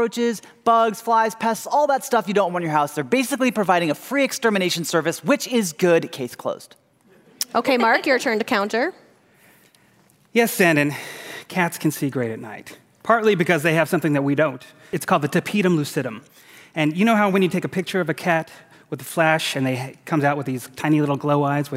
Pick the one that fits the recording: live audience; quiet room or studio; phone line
live audience